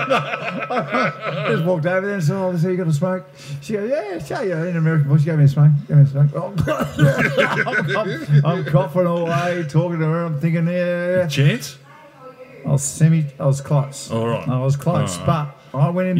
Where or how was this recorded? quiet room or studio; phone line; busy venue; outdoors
busy venue